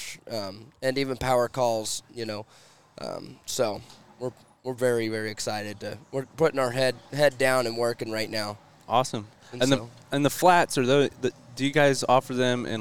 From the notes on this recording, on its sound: live from Waterfowl Weekend 2023